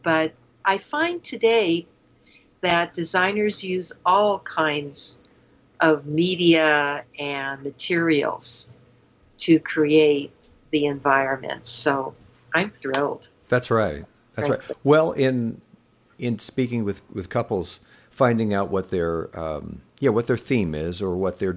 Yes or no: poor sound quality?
no